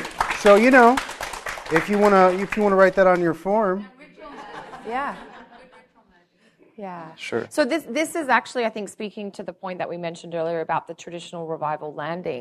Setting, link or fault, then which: setting, live audience